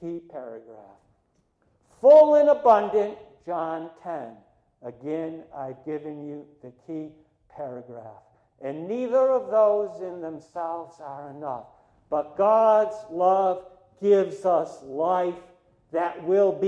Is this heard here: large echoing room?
yes